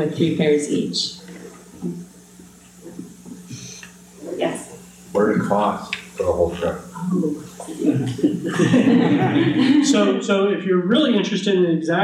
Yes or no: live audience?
yes